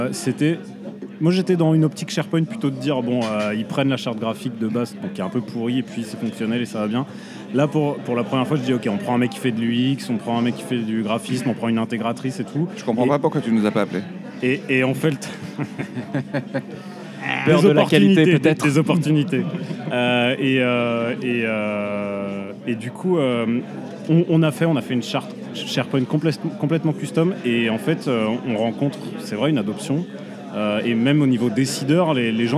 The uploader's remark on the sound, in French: enregistré au Renoma Café (avenue George V)